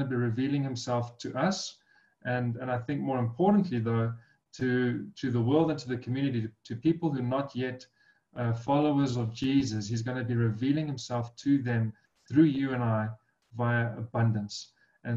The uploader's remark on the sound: Breakthru Business Forum ZOOM meeting